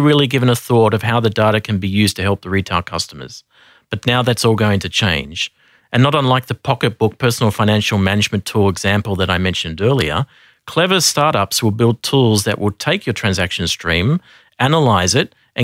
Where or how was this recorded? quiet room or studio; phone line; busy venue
quiet room or studio